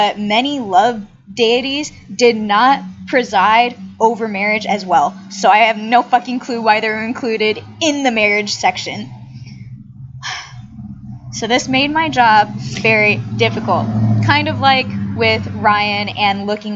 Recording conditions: background noise